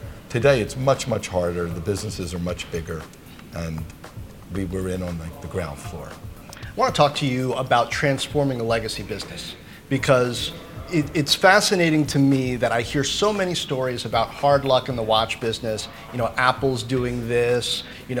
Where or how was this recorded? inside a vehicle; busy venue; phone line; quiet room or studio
busy venue